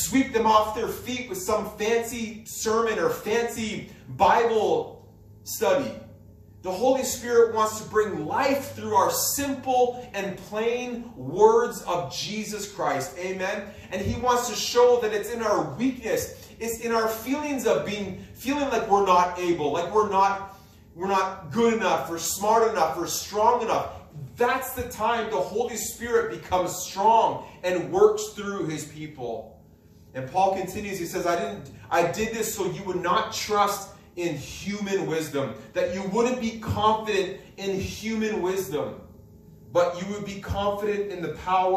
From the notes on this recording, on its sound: This message was preached at Freedom Life Church in Kitchener Ontario.